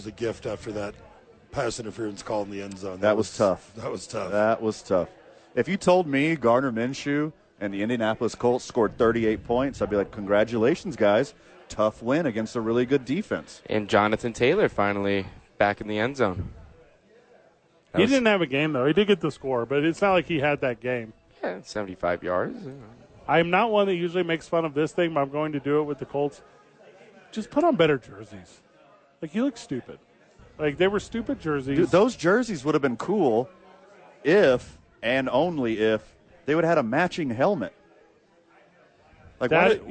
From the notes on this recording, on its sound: live from Howies Sports Page